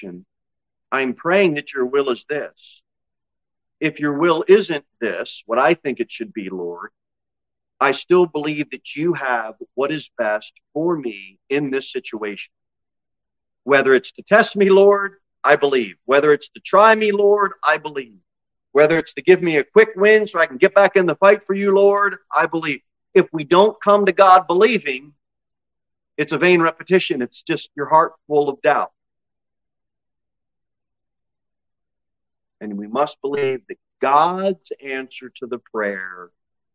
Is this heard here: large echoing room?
yes